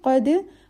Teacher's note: Qaf will be recited heavy with dal as khalqla.